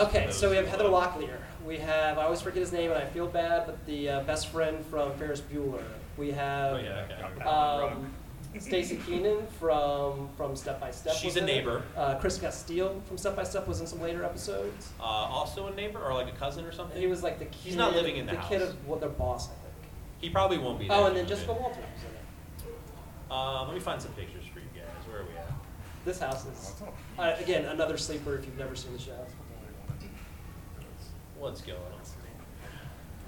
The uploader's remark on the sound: Galaxy Con 2023 LIVE. LIVE from Galaxy Con Richmond.